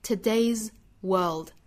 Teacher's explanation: today 单独拿出来它是一个元音发音结尾的，元音都是属于浊音类的，所以清清浊浊同样后面加的这个 s 应该是浊音。